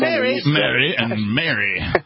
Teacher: the northwest of the U.S. seems to have the least vowel sounds. So I say M-A-R-Y, M-E-R-R-Y, and M-A-R-R-Y, all the same.